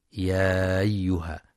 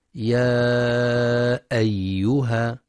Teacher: ينتبه القارئ للمد المنفصل، يمد بمقدار 4 أو 5 حركات في رواية حفص من طريق الشاطبية. كذلك ينتبه لتحقيق همزة أيها، فلا يقرأ يا أيها بإسقاط الهمزة · Shown in: second take